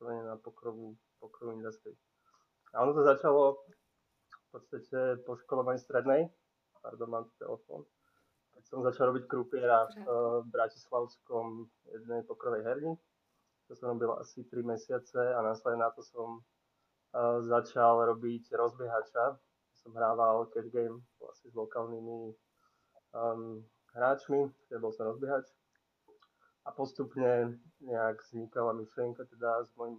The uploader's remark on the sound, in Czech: Nenechte se odradit horším zvukem, po 5 minutách jsme ho vyladili.